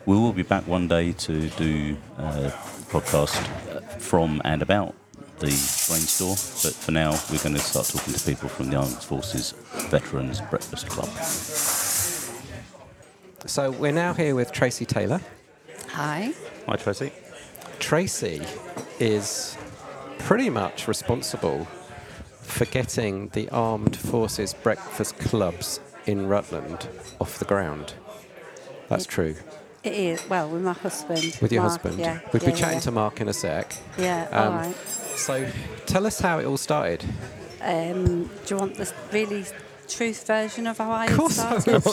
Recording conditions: busy venue